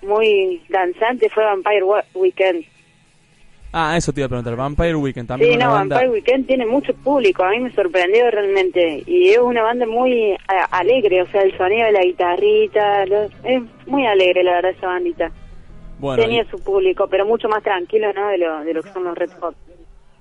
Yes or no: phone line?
yes